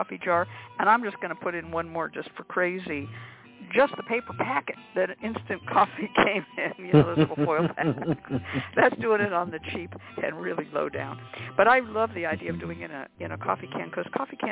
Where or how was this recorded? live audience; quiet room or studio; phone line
phone line